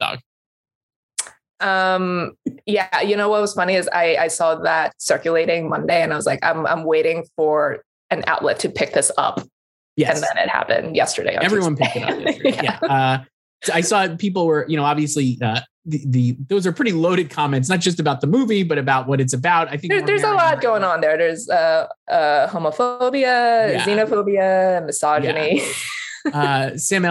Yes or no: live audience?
no